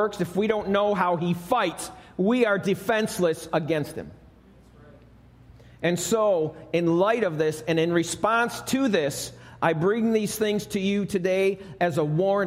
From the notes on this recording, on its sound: Recorded live at Alabama Full Gospel Fellowship - The Lighthouse. 5329 Gravel Rd., Medina, New York 14103.